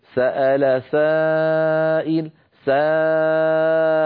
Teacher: خرجت الألف مرققة قبلها سين والسين مرققة، إذن تتبع الألف ما قبلها تفخيما وترقيقا.